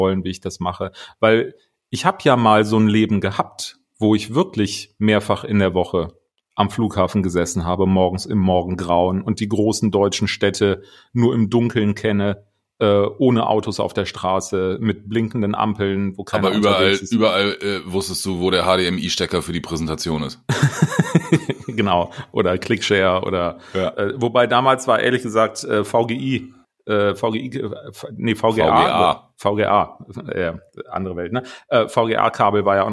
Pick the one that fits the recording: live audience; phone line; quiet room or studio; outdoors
quiet room or studio